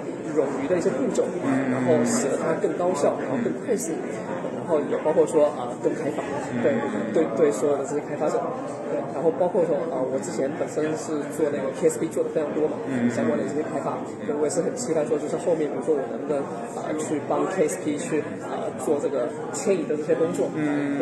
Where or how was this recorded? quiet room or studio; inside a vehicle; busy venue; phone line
busy venue